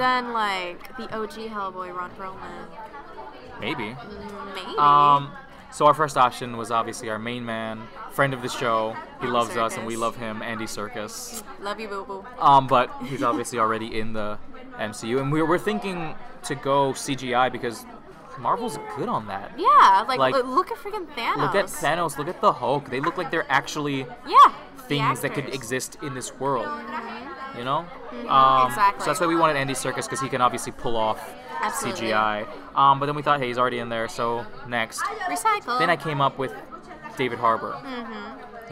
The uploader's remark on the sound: During our mini crisis over the background noise